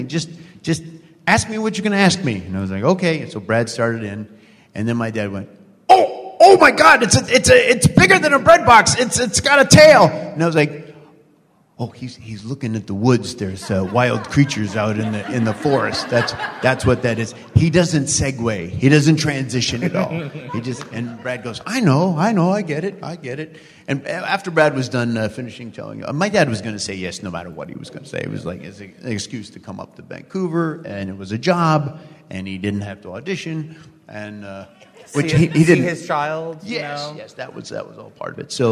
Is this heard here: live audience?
yes